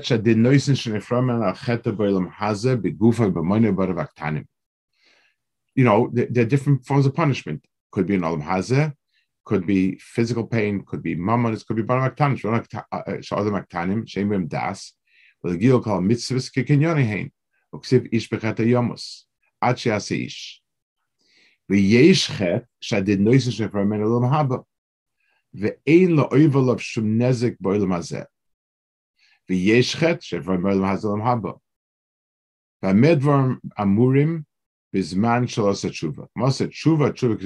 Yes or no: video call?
yes